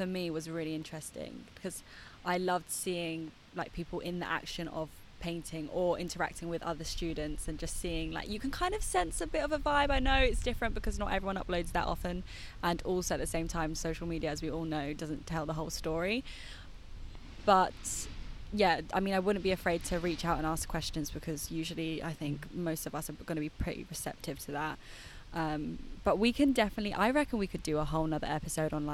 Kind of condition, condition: fault, sounds in the background